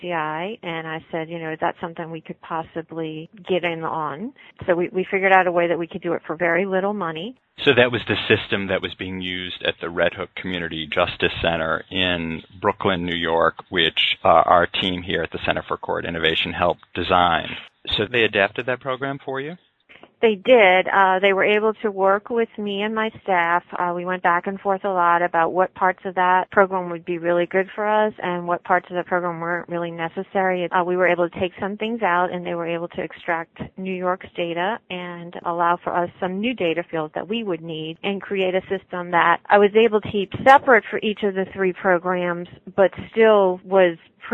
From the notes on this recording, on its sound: With me on the phone